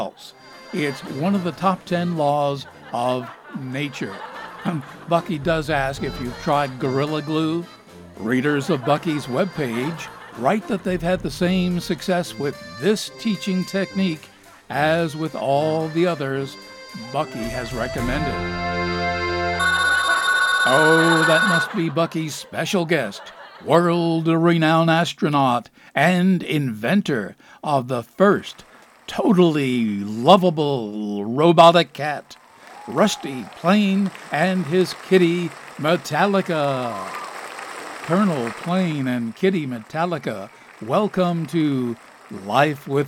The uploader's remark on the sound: Live from the Stranded Theater in New York City.